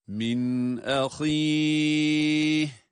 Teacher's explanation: burada izhar var. Nunu açıktan okuyoruz. Min ahi, sonda ha ile duruyoruz ve ha sesini çıkarıyoruz.